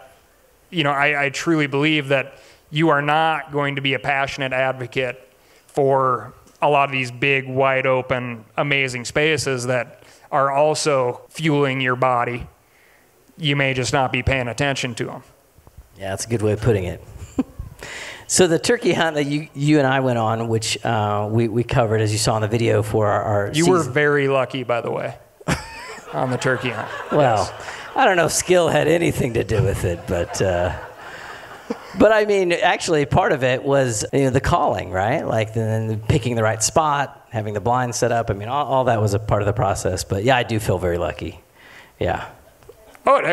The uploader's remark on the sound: Reconnecting Roots Live 2019. In July 2019, Reconnecting Roots hosted a live event called "Concerts & Conversations" at Music Ranch Montana.